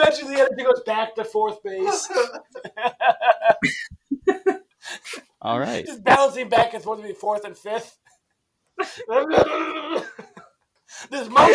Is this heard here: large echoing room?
no